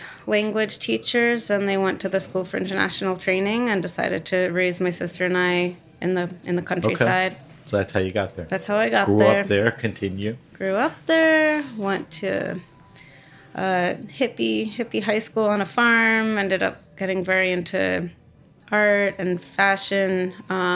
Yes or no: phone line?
no